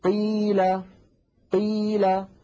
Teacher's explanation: فنلاحظ بأن المكسور أقل كمية تملأ هواء الفم وتملأ الخلاء الذي في داخل الفم · Term: القاف المكسورة